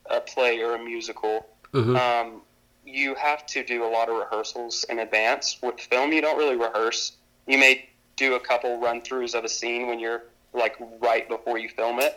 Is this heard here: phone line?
yes